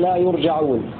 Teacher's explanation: قرأ عاصم وابن كثير وأبو عمرو وابن عامر بضم الياء وفتح الجيم مبنيا للمفعول في قوله تعالى وظنوا أنهم إلينا لا يرجعون من أرجع.